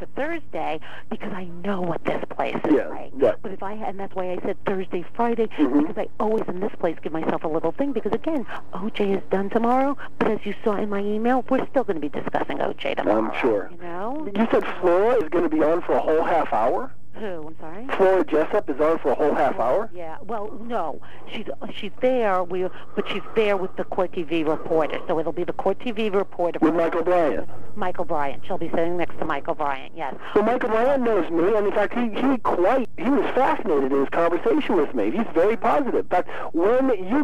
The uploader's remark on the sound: This episode is that phonecall interview. “phoner” interviews (i.e., by telephone).